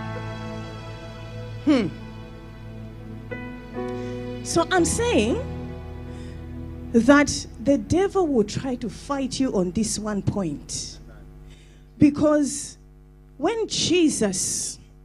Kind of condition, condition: setting, large echoing room